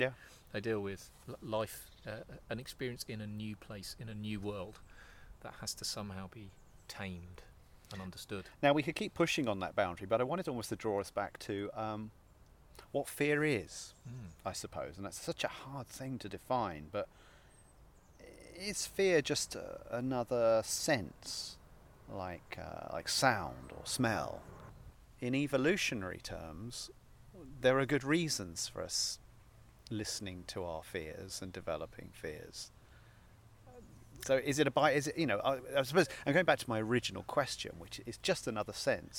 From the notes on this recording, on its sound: Recorded in Cambridge at Mill Road Cemetery and the 12th century Leper Chapel of St Mary Magdalene